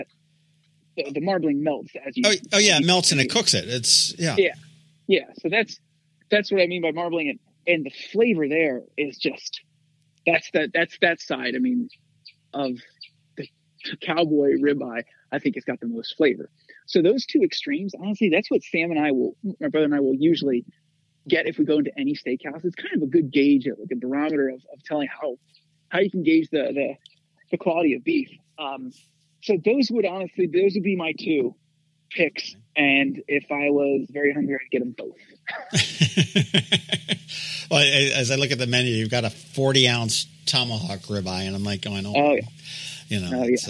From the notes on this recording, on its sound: We hopped on the phone